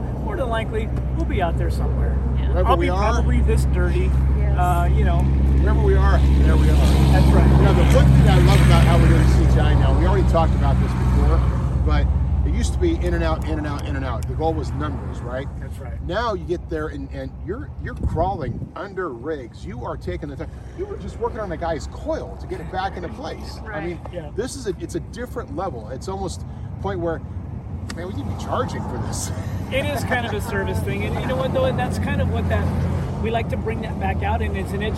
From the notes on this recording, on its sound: Easter Jeep Safari 2021 - Checking out the Jeep Booth. The crew decided they should go record the podcast at the Jeep booth after having an outstanding breakfast at the Canyon’s Waffles & Steak house. Which did a phenomenal job of capturing the video and ALL the sounds… including lots and lots of ambient sounds from the traffic just 10 feet away.